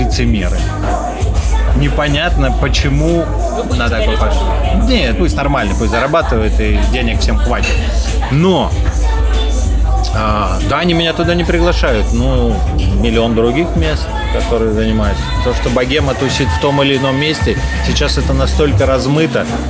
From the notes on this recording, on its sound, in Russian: А за шумы на заднем плане в ответе классный бар “Вода”